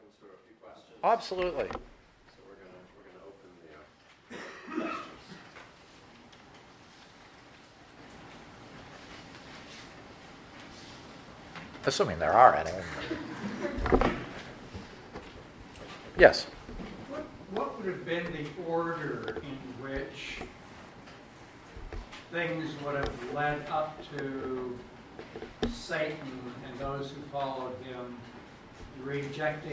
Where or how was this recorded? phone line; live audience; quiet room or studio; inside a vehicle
live audience